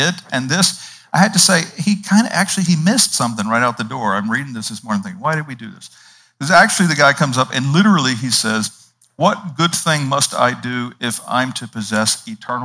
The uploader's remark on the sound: Indoors in the Kaiser Chapel on the beautiful and scenic campus of Gordon Conwell Theological Seminary 130 Essex St, South Hamilton, MA 01982.